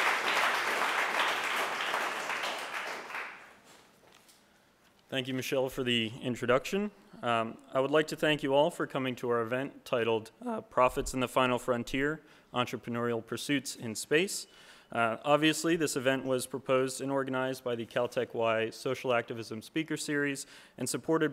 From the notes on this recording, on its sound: a recording of the Space Entrepreneurship Panel that took place at the Keck Institute for Space Studies on October 27, 2015